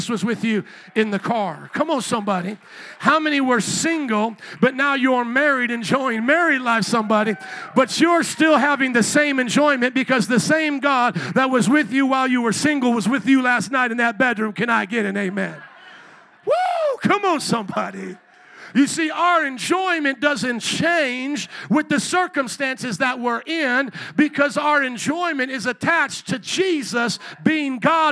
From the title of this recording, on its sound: Jesus Is God Conference, Sunday 9am Service